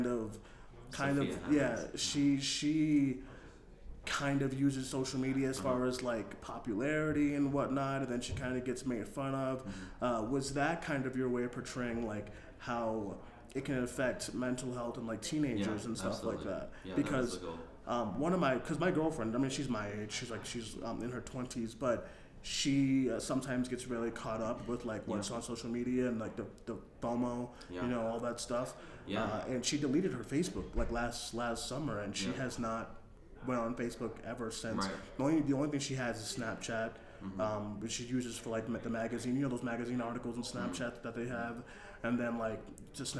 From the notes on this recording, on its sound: Cinemania Live Interview. From the Sundance Film Festival.